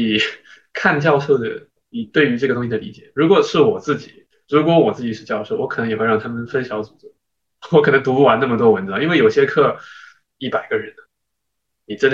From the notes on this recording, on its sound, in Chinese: 本期节目为线上录制。